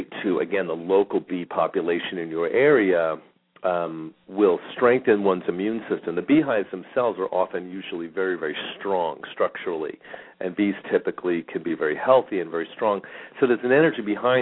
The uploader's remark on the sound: Callers may call in 15-20 minutes into the live show with questions or comments and 5 minute mini navigational consultations.. We will open up the phone lines early today for questions.